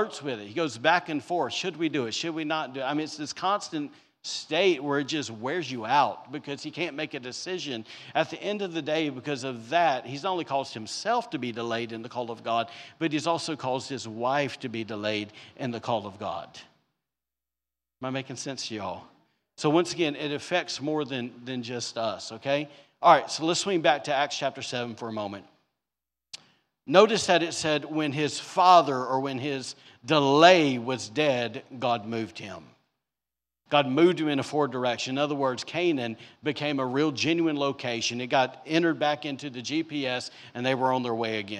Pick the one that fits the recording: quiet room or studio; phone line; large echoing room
large echoing room